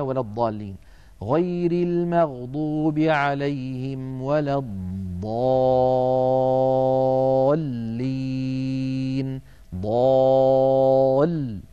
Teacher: عند الانتقال من الألف إلى اللام ننتقل بقوة، لما؟ لبيان التصادم الذي يؤدي إلى خروج اللام الساكنة، وهي اللام الأولى من اللام المشددة. · Term: النبر